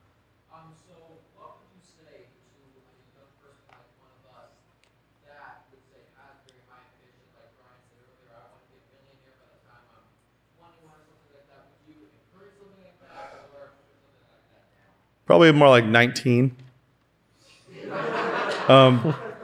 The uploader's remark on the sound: The SASF guys take on another studio audience of more than a hundred high schoolers visiting Moscow for New Saint Andrews College's Called Conference.